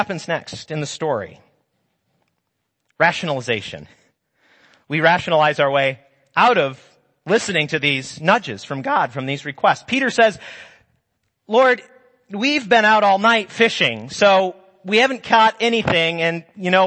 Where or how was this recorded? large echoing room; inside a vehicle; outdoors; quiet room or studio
large echoing room